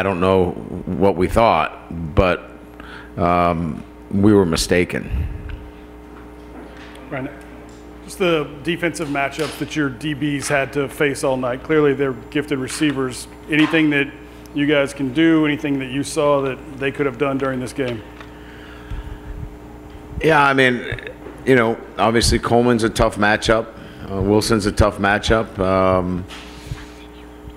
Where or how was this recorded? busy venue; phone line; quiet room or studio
busy venue